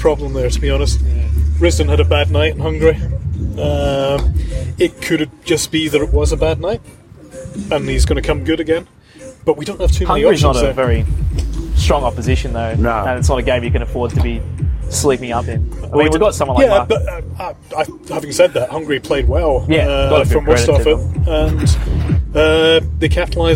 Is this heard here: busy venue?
yes